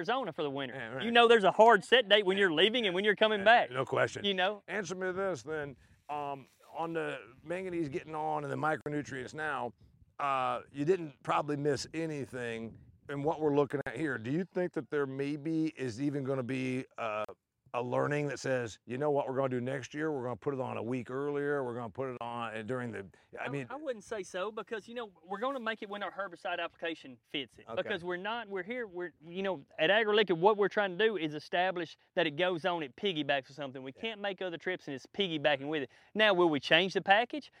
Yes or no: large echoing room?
no